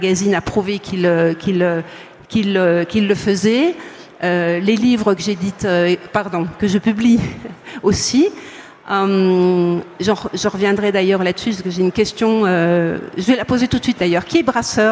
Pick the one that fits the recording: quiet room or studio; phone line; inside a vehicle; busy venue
busy venue